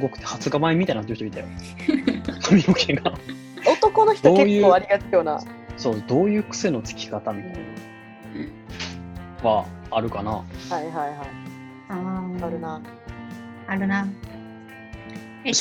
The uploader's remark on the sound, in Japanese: Zoomで収録回。今回は噂の「Zoom」で収録しました。